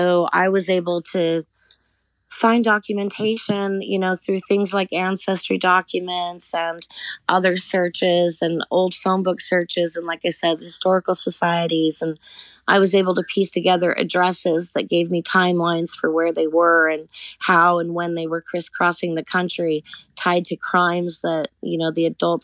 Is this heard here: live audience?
no